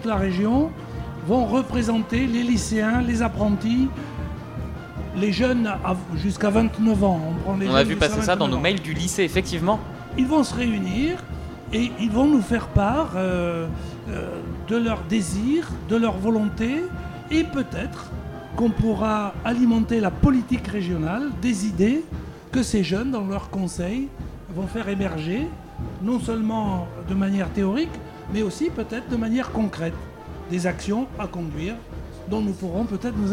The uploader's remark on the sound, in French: Les 10 et 11 mai 2023, Delta Fm est allée au Nouveau Festival à Cenon (33). Delta Fm est allée au Nouveau Festival à Cenon (33) pour donner la parole aux lycéens porteurs de projets, venus présenter leur travail.